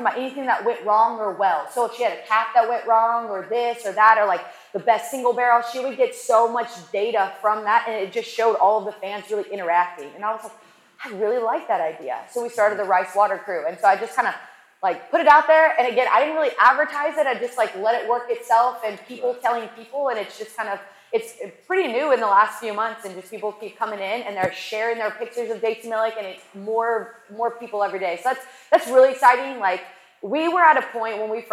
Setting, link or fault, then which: setting, live audience